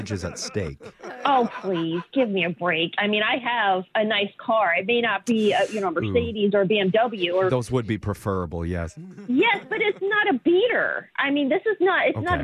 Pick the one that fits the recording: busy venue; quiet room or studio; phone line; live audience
phone line